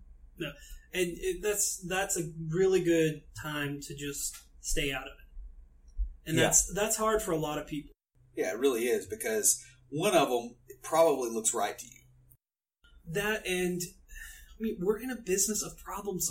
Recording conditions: poor sound quality